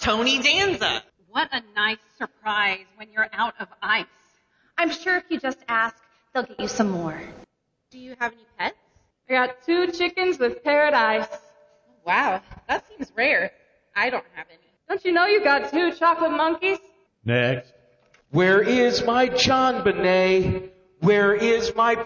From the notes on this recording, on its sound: The second half of the podcast features performances from the first half of "Live at the Fife:Comedy Night" with some funny sketches and parody songs written by the Fife Opera House Players.